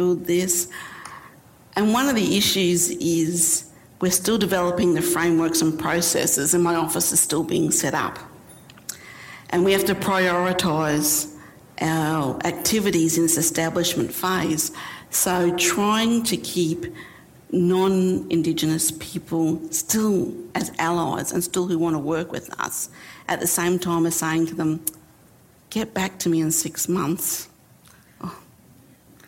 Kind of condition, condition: setting, large echoing room